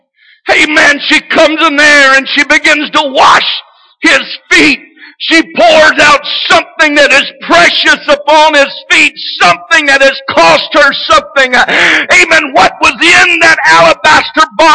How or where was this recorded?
large echoing room